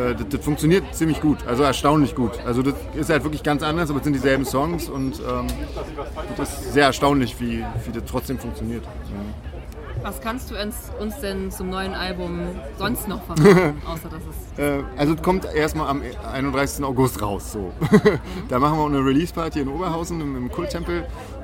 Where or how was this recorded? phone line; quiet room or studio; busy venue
busy venue